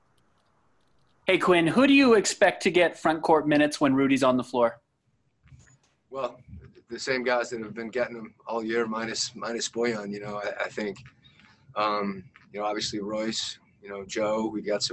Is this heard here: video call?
yes